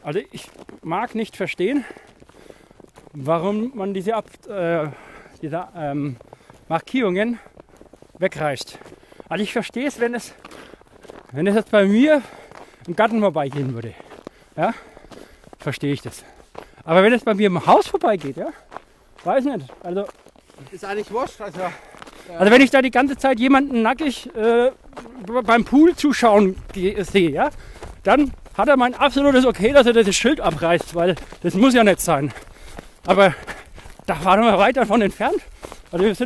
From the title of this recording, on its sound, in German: live dabei beim Coronakreis Ultralauf